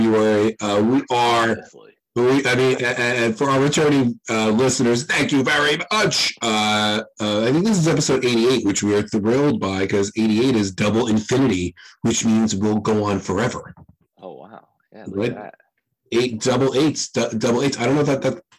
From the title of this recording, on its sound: The One With the Bad Audio